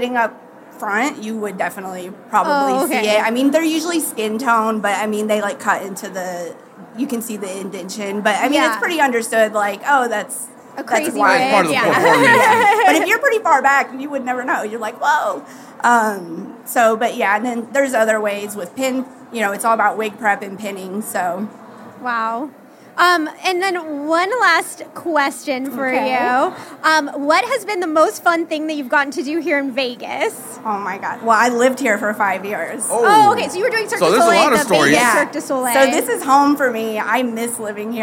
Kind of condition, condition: setting, busy venue